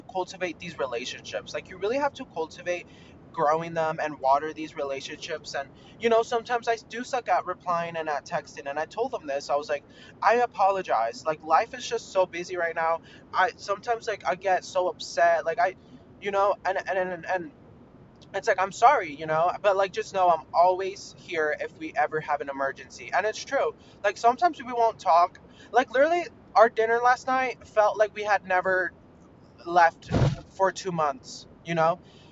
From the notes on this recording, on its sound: mini ROAD-TRIP podcast so so sorry abt the audio.